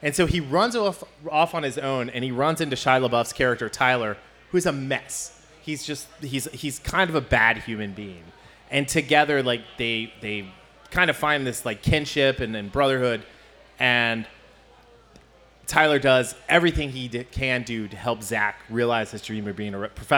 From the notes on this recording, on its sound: Recorded Before a Live Studio Audience. LIVE on the Stage at Fretboard Brewing in Cincinnati, Ohio.